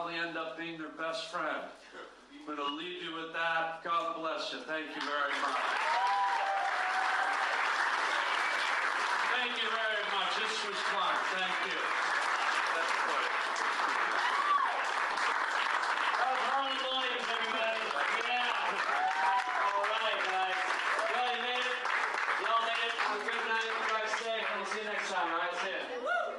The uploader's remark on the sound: does a STAND UP set after jumping on stage at local comedy club